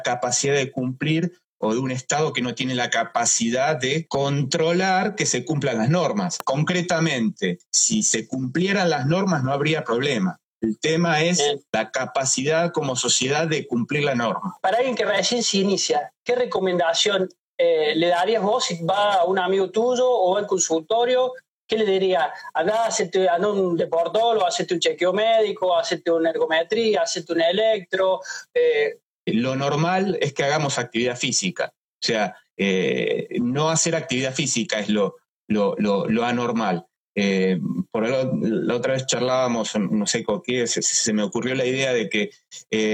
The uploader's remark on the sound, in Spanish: Charlamos en vivo por IGTV